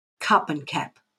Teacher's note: In Australia, it's the A and the U that are similar.